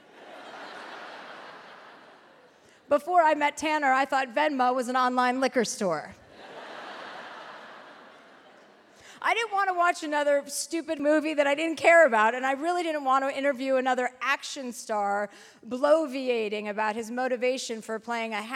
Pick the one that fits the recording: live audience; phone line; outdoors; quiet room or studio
live audience